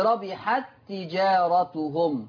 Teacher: إضغام التاء في التاء